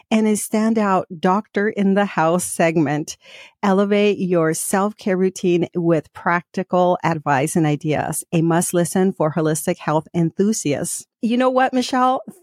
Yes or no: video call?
no